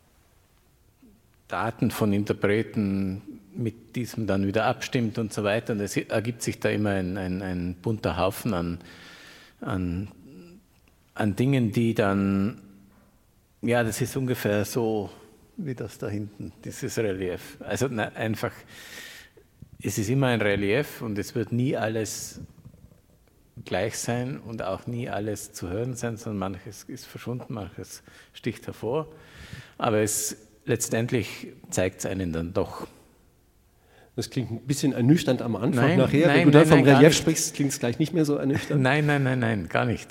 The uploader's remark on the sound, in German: im Rahmen eines Konzerts live vor Publikum aufgezeichnet